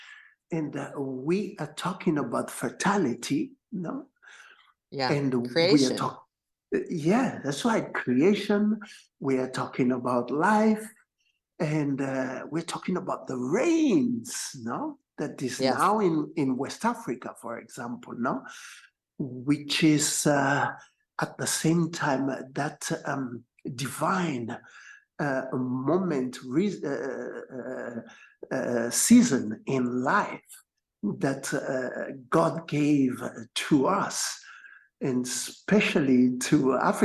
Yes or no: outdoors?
no